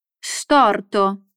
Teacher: Fai attenzione alla pronuncia della S all'inizio della parola. S storto, non c'è una I prima.